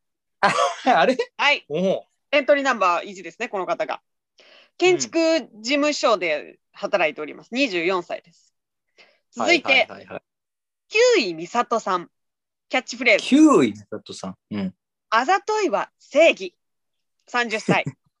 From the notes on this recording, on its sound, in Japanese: Zoomでラジオ！